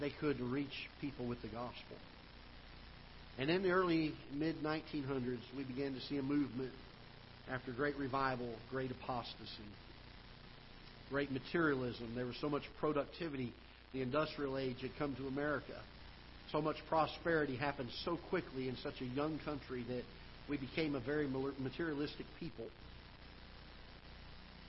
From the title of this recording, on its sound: Ketha Heights Baptist Church ~ Live Broadcast